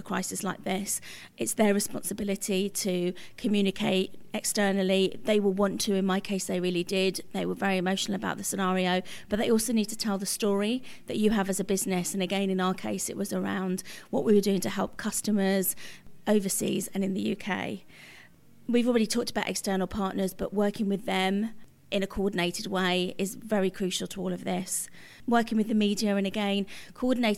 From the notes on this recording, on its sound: Recorded at PRWeek's Crisis Communications conference in London